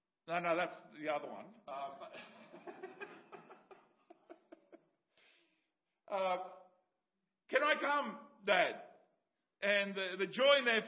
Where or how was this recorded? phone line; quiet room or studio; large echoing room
large echoing room